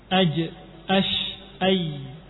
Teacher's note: Kemudian makhraj yang berikutnya yang ketiga adalah tengah-tengah lidah, ya, tengah-tengah lidah dengan langit-langit, makhrajnya huruf jim, shin, kemudian ya